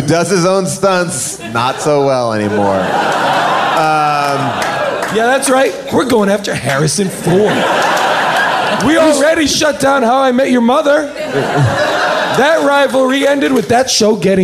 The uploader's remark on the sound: Recorded LIVE at Largo in Los Angeles.